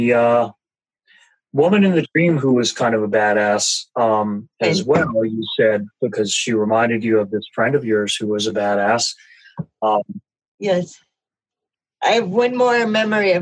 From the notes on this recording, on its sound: The Dream Stream- Zoom Room Dream Group.